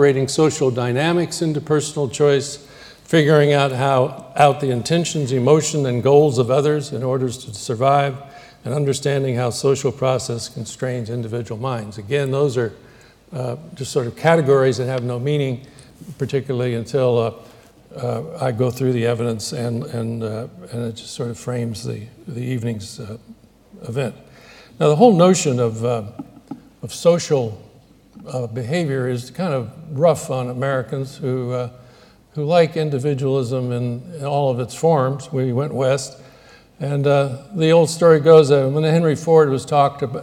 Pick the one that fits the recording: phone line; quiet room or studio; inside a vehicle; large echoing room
large echoing room